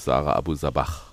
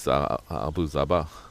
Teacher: das H wird im Arabischen stimmhaft gesprochen · Shown in: first take